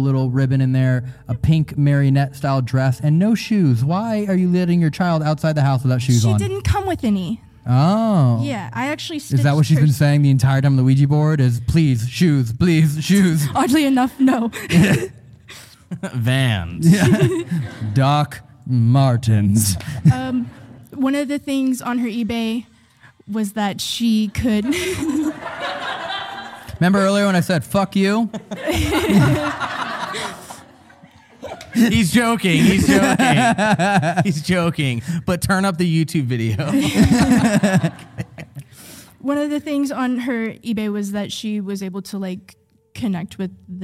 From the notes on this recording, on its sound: This episode was filmed in front of a live audience at the haunted Pennhurst Asylum in Spring City, PA on August 25, 2022.